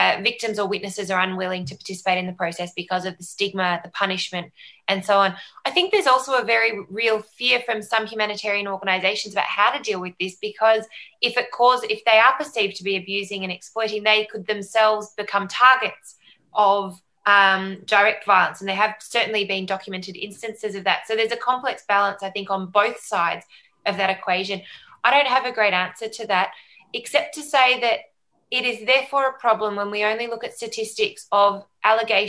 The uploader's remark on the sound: Recorded live as a webinar on 24th November 2020.